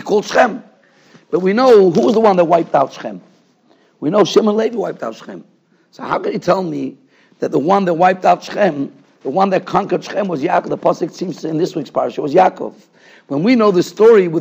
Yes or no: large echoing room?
yes